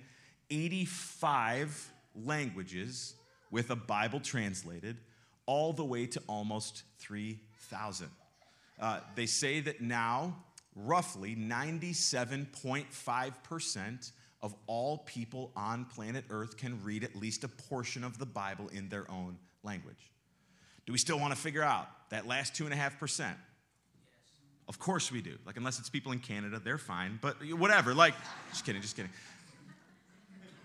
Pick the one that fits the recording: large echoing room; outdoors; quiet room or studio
large echoing room